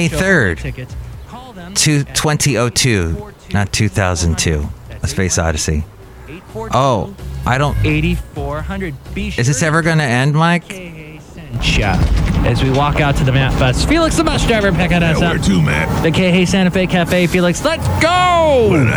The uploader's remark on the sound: podcasts live from Cafe Anyway